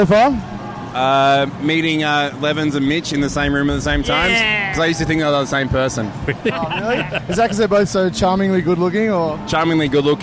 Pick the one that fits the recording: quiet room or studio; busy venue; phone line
busy venue